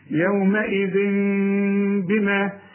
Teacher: يومئذ بما، يبقى العلماء بيسموا الحكم ده إقلاب، نقلب التنوين لميم ونخفيه ونغنه، إخفاء إقلاب مع الإخفاء مع الغنة.